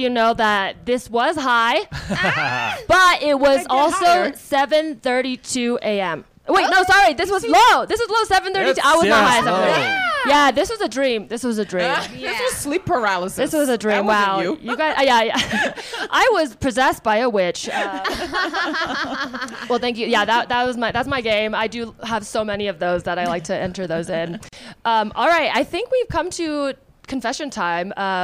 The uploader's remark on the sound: The season 5 finale is live from Vail, CO, at Vail Comedy Festival. In this live pod recording in front of a real audience.